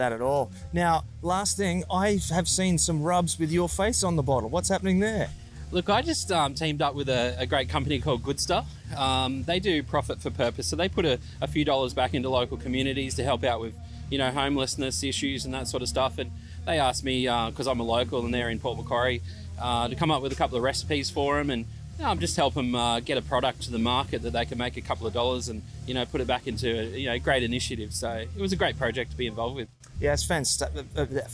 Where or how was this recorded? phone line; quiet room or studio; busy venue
busy venue